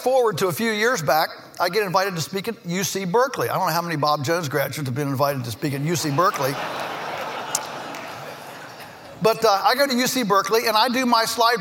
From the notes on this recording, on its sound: In this episode, we're bringing you a plenary speech. Which was delivered as part of Acton University 2015.